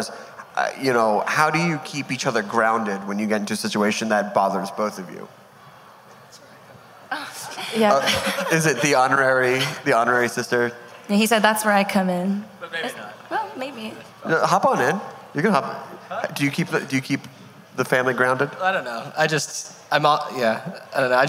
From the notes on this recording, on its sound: We've got a live episode of the show taped at Los Angeles' fourth annual EastSide Food Festival